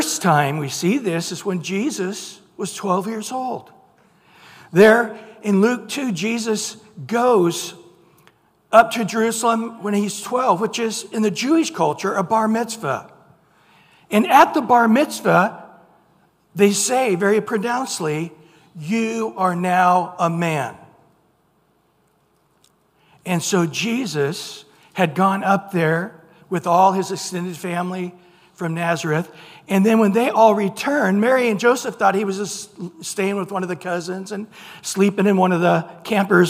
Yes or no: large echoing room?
yes